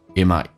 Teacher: T 去掉 might 的 T 去掉，用降调来发